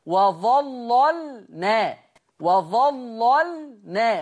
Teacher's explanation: خلي بالكم من ترقيق اللام الساكنه